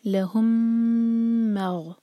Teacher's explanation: تو میم کو ہولڈ کریں گے لهم مغ، تو میم کو دو سیکنڈس کے لیے ہولڈ کیا جائے گا اور اس کے بعد مغ.